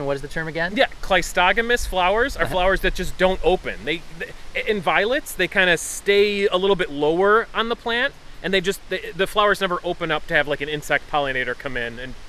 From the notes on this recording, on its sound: This episode was recorded on September 26, 2021 at Birdsong Park in Orchard Park, NY